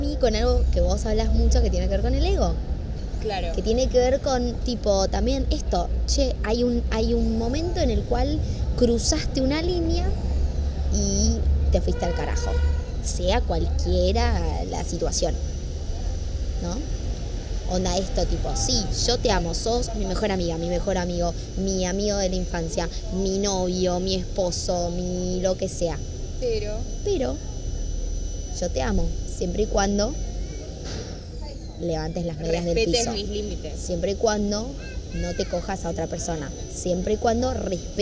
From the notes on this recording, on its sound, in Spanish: Perdón por el ruido infumable de fondo